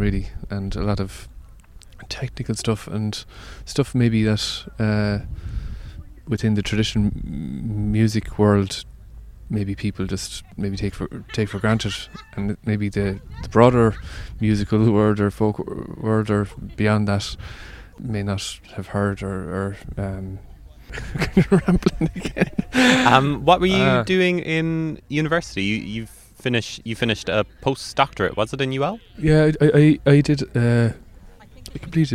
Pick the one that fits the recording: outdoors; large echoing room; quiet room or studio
outdoors